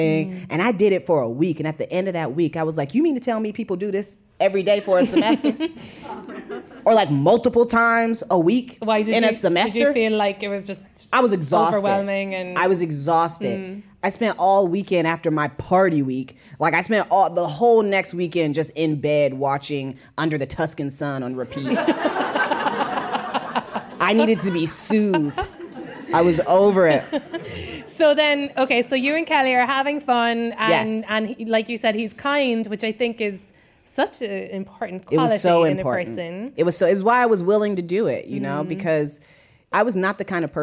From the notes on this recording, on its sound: In this special episode recorded live at The Greene Space in New York City.